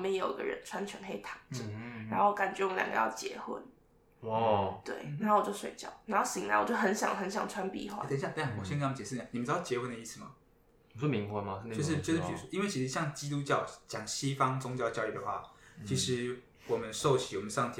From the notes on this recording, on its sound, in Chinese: 為了上傳上來，也是犧牲了音質，還請多見諒，不然原檔真的大到不符合上傳標準。也是歹丸童乩的第一個Live Podcast。